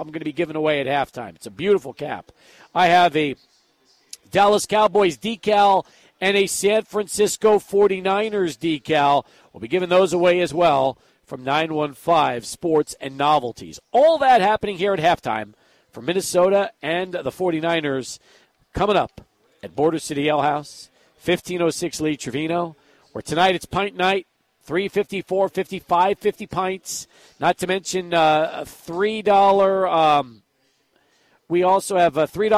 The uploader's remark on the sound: Live at Border City Alehouse for Monday Night Football